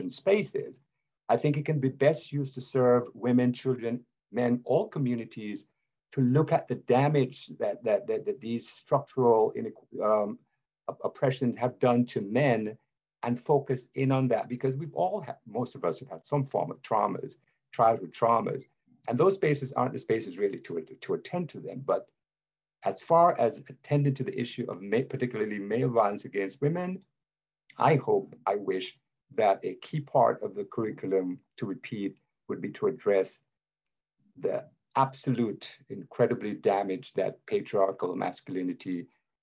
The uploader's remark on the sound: Recorded live via Zoom